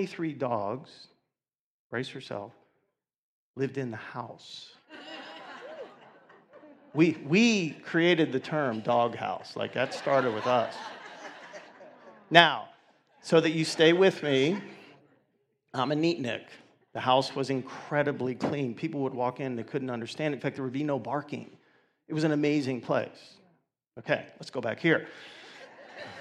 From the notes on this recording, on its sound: 2019 Awareness Conference.